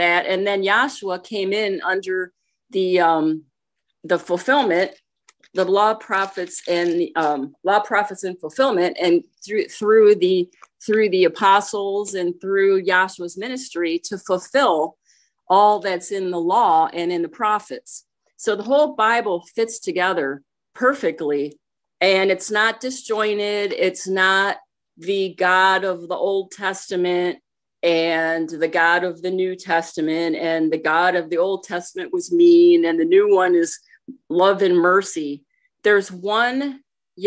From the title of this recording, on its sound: Oceanside Zoom Class